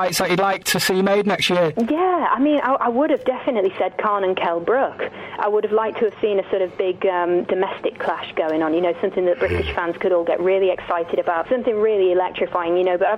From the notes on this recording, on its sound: In the studio. On the phone.